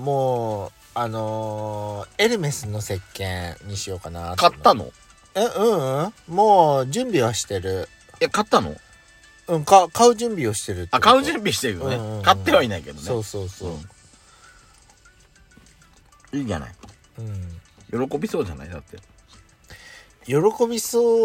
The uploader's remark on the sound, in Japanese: From Radiotalk。パーキング収録。